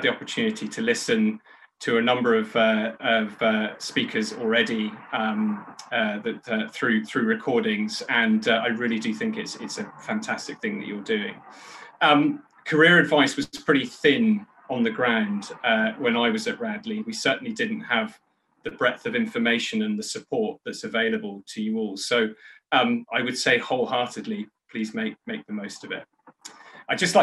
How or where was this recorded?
video call